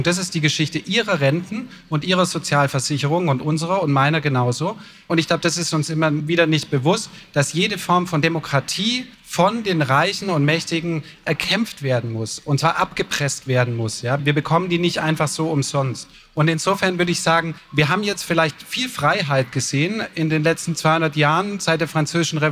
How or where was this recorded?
busy venue